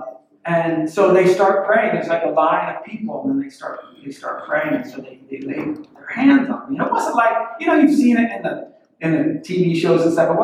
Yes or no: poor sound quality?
yes